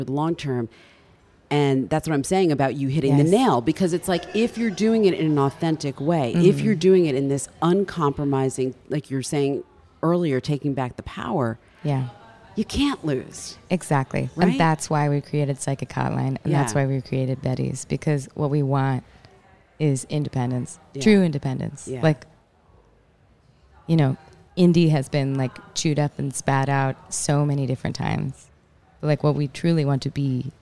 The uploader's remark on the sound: Live at Newport Folk Festival.